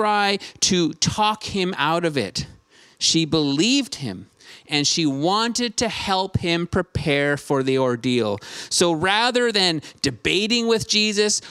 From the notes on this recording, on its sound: Streamed on January 9, 2022 at THRIVE Church Vancouver, Canada